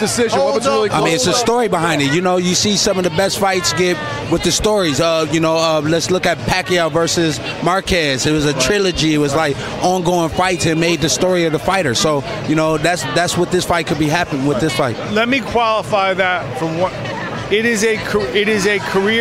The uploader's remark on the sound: we are live at the …-… weigh in!